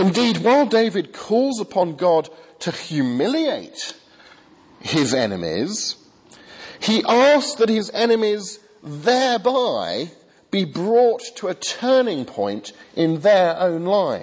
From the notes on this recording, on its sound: Remembrance Sunday sermon from the 8 am service at Highfield Church, Southampton.